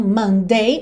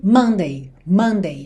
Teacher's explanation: Sendo que a sílaba tônica tem que ser no começo · Shown in: second take · não Monday, mas sim Monday, Monday, ok?